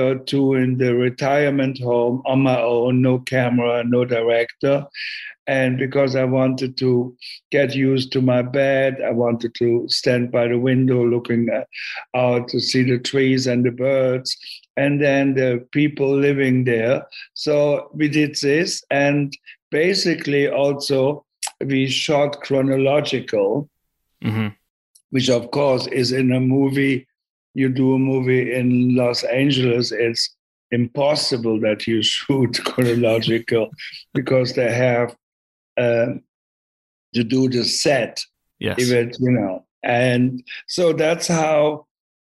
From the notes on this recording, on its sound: Sat down over Zoom.